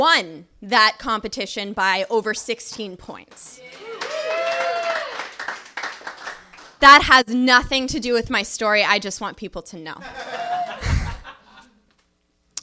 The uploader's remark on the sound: The final in the trinity of shows we recorded in Los Angeles is now comin atcha live. It was an absolute privilege and joy doing a show at the Nerdist Showroom at Meltdown Comics.